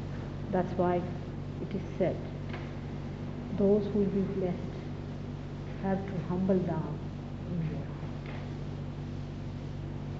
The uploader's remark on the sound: Archive audio. At a Sahaja Yoga meeting in Caxton Hall, London, England.